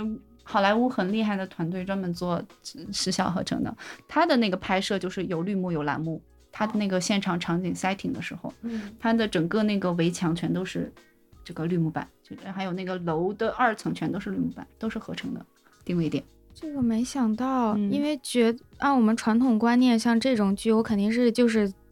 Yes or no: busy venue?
no